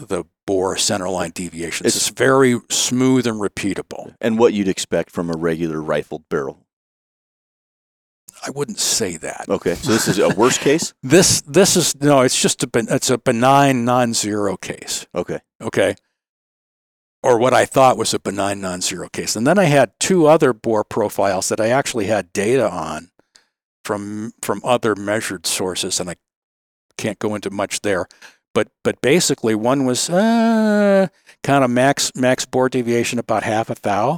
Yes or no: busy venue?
no